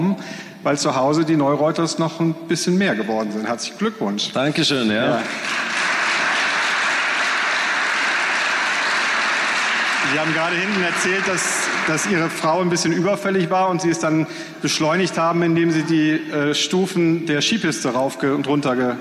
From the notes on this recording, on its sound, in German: bei unserer Veranstaltungsreihe "Augsburger Allgemeine Live" im Kleinen Goldenen Saal in Augsburg